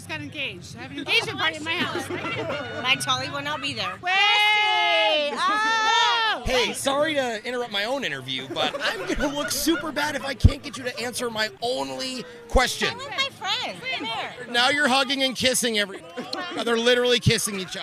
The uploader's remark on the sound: down to the stadium to ask the fans outside a simple question